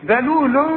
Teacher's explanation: ذلول كلها مرققة بس طلع لسانك